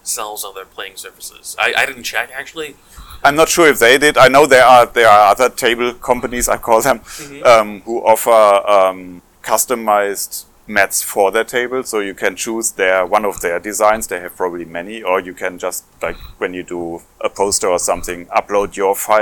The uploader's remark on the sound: This is the second of two live episodes recorded at TotalCon 2023.